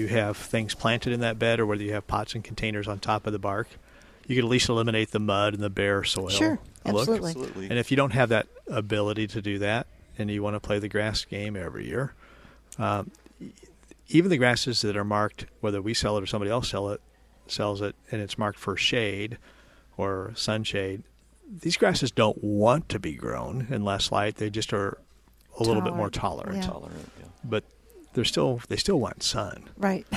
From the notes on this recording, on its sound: Plant Experts Live from Prairie Gardens.